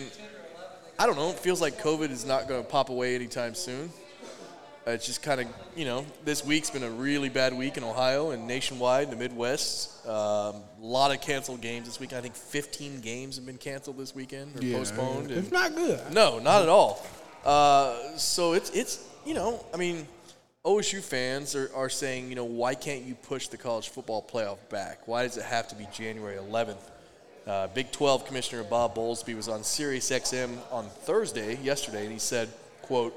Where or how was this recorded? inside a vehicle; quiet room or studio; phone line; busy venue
busy venue